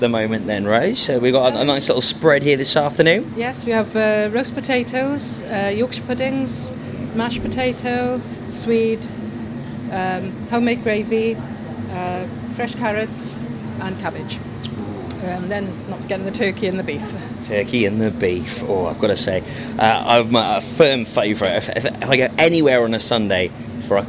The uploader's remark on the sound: Live at The Bush Inn, Robeston Wathen Weds 3rd July 1-2pm